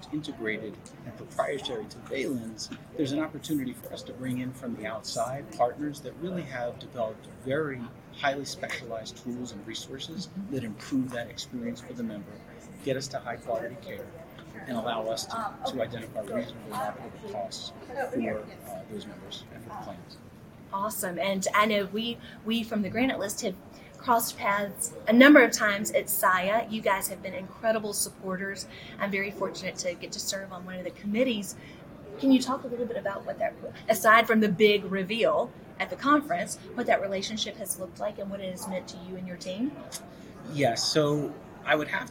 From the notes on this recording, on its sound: Live at the SIIA 2022 Engage Conference